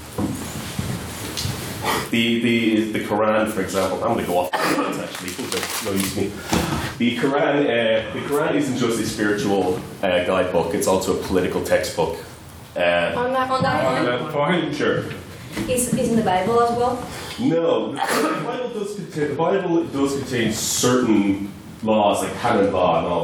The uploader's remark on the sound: Here is the recording of the second Ordinary Meeting of our 169th Session, where the house convened